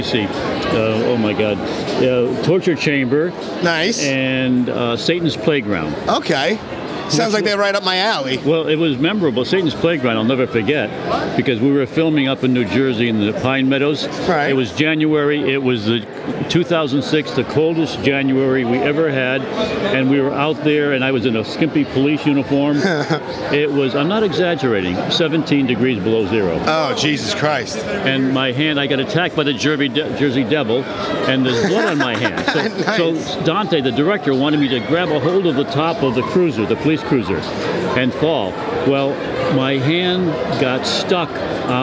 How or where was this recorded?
busy venue